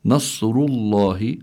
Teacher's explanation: الراء هون مضمومة، حكمها التفخيم